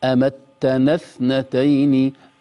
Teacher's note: الهمزة في اثنتين هذه لا تنطق